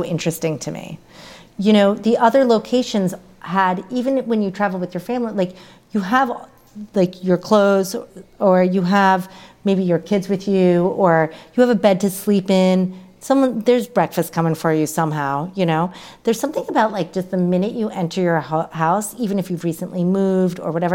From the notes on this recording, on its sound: LIVE at Hunker House. Hunker House in Venice, CA for a live recording of the Being Home With Hunker podcast.